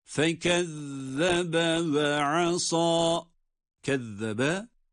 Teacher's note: zel harfi peltek okunmakta